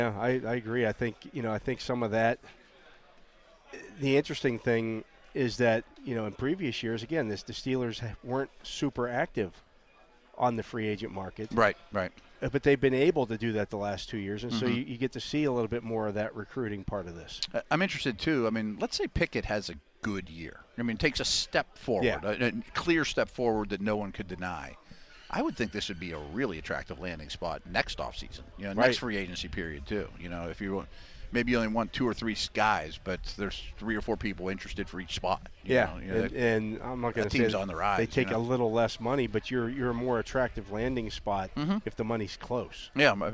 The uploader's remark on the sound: The Drive Live from OTA's Day 7